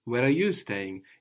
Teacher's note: Just as in English, we put that little bit of emphasis on you